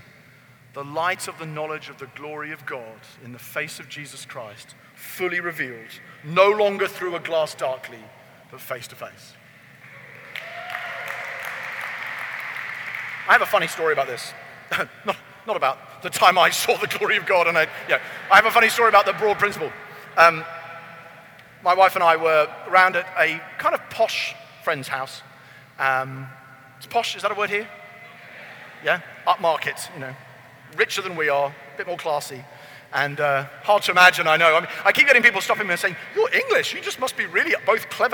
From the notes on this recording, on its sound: keynote message at Convergence Conference